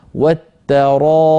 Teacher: ليست هي بالطاء هي بالتاء